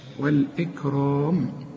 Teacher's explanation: سكن الكاف وما تقلقلهاش